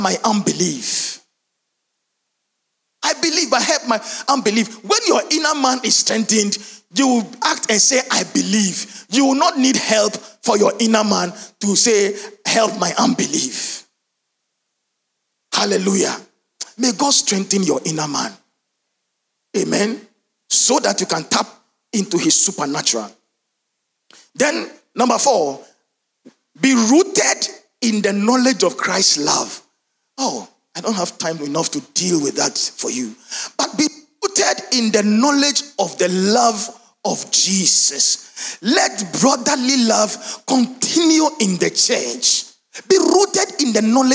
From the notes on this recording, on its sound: Sermon preached at CBC Shiashie Campus